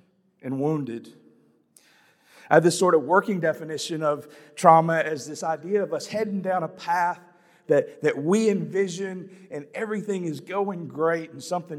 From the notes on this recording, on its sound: This is a breakout from Outside the Walls 2022.